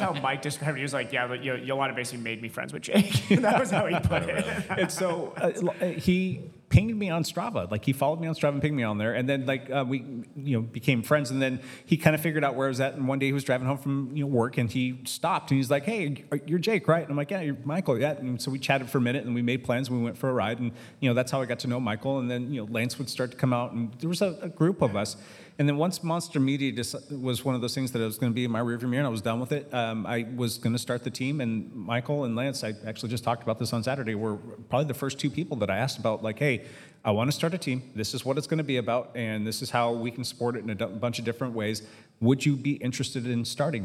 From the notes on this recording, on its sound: Enjoy the party as we recorded with a live audience and took a bunch of questions...